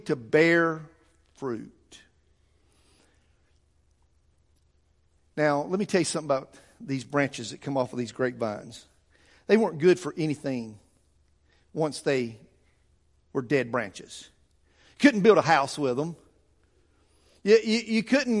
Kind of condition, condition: setting, large echoing room